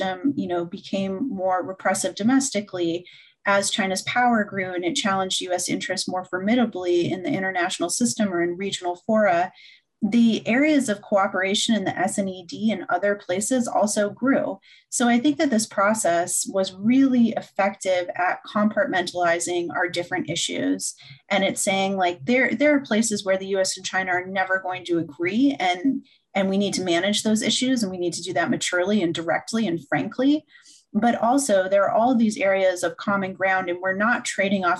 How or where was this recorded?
video call